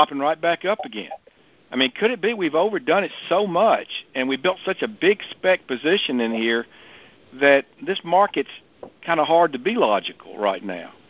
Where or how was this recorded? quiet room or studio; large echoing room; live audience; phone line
phone line